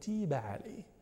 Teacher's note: لأن تاب هذا فعل معتل الوسط، تاب فعل معتل الوسط، الفعل معتل الوسط إذا أريد أن إذا أريد صياغته إلى نائب إلى المجهول لك في ذلك ثلاثة أوجه. الوجه الأول إخلاص الكسر فتقول تيب عليه